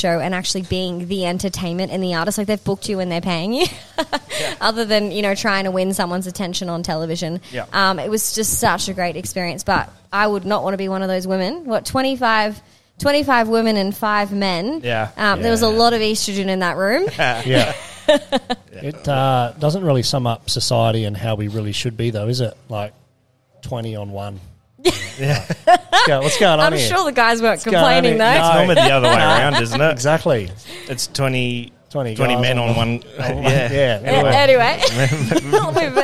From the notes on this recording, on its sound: The episode was recorded in the pub so there is a bit of background noise.